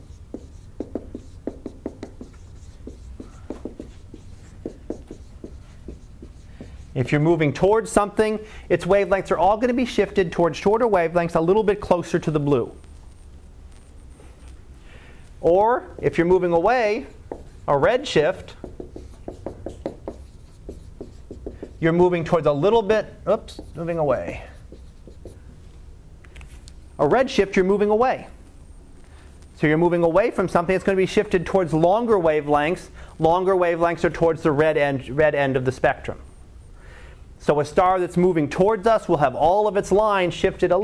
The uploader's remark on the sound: Live Class Lecture